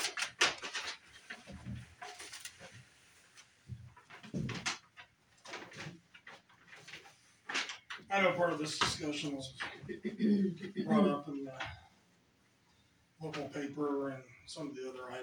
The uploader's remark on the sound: AUDIO - March 14, 2023 Sac City Council Meeting